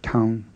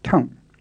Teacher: the low tone on taung is often changed to a creaky tone · Shown in: second take